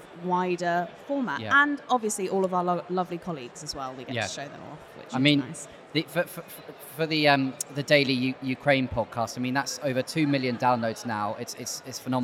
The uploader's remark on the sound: Live in London